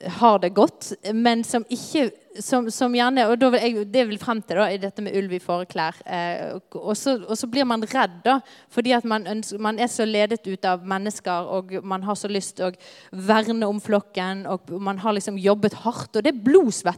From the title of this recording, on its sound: LIVE fra konferansen "Tjenestegavene" i Jesusfellesskapet